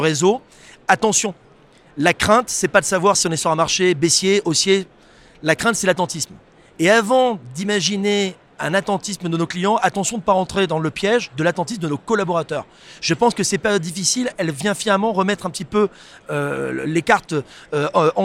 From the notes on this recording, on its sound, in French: Cet épisolde a été enregistré en live du RENT.